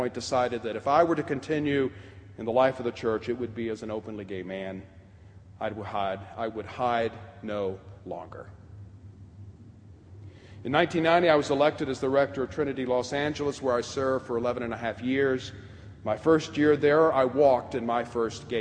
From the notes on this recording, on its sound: preached at the 2010 Pride Eucharist on October 7, 2010, at All Saints' Episcopal Church.